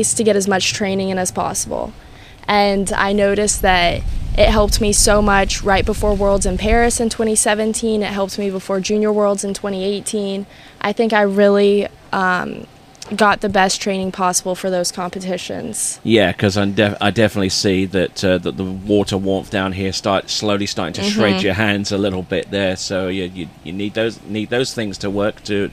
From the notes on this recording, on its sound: recorded at the Isles of Lake Hancock